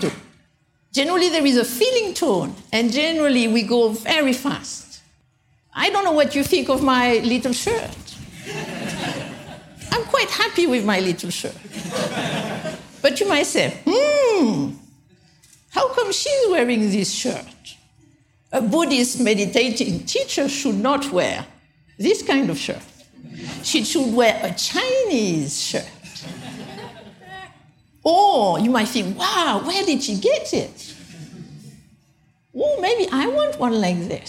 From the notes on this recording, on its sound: taken from the Buddhist Geeks Conference in 2012